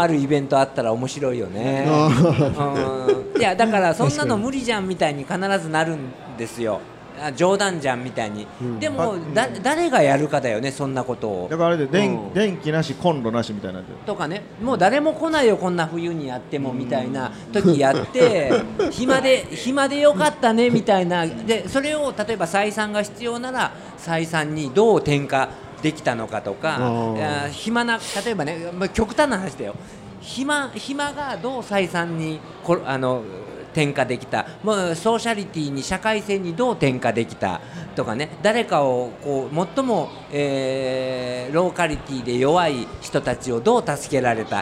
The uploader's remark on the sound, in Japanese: 今回の配信はArcade in 那智勝浦2023で行われたkisen radio presents Arcade RADIOの公開収録3回目です。